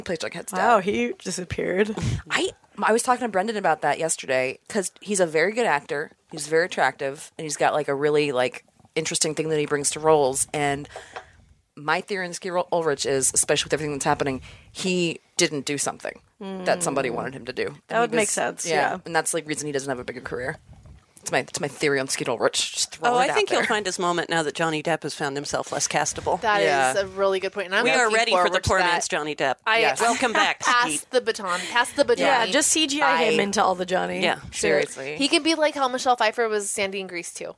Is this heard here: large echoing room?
no